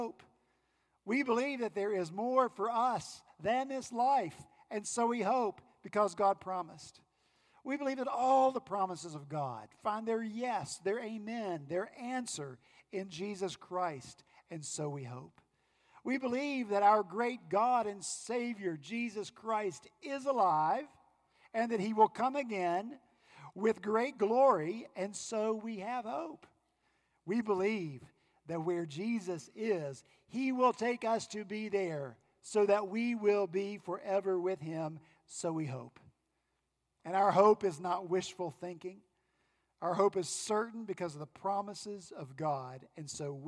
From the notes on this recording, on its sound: At Redeemer Presbyterian Church in Charleston, SC, our senior pastor continued our Advent sermon series.